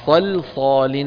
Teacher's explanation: بدنا نفخم مين؟ الصادين ونرقق اللامين · Term: مفخم مرقق